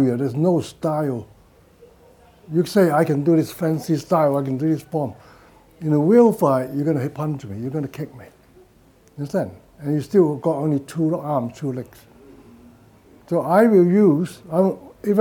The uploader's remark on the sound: direct from the UK Martial Arts Show 2023